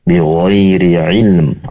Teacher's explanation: pastikan ain berasal dari tenggorokan bagian tengah